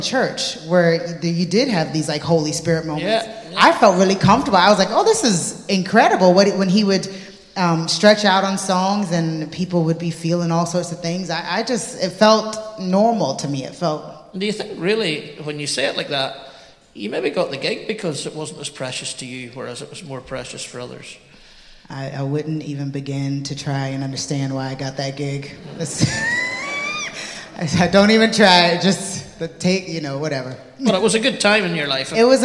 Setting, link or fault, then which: setting, busy venue